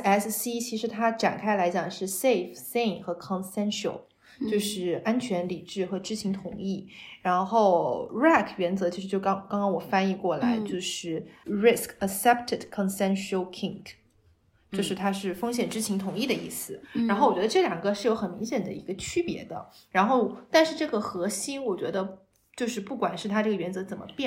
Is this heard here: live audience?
no